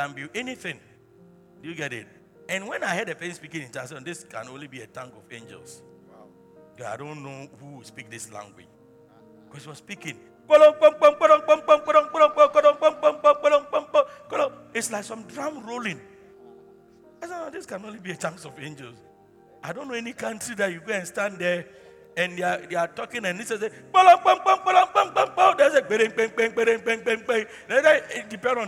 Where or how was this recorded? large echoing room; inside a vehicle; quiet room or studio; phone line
large echoing room